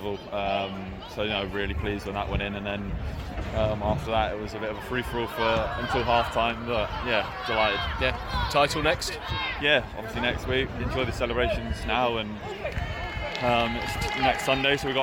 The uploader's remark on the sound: a collection of interviews from a truly special day at Portman Road